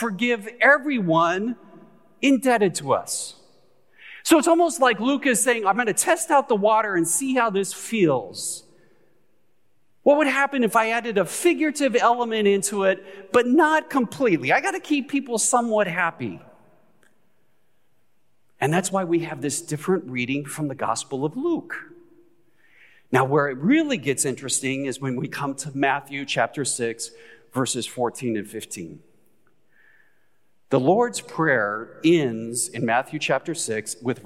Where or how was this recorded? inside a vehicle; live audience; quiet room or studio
live audience